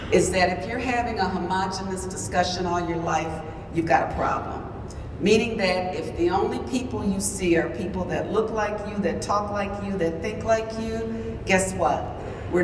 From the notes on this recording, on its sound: In this keynote presentation from the WELS National Conference on Lutheran Leadership. Audio from Vimeo.